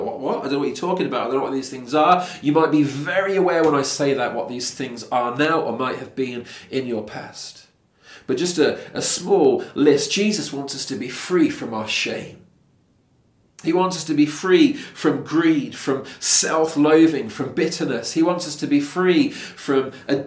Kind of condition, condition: setting, large echoing room